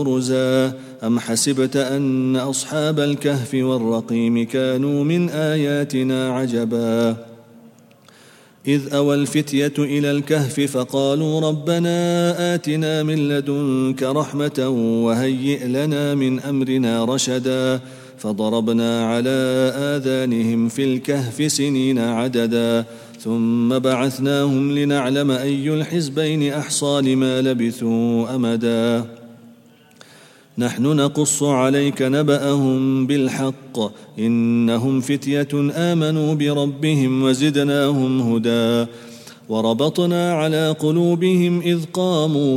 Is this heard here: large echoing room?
yes